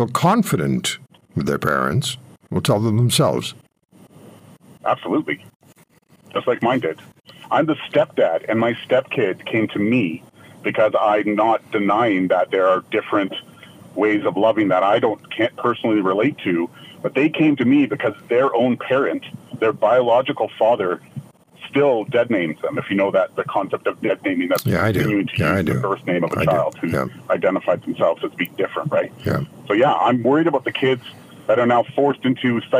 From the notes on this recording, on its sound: Takes to the phones to hear your thoughts.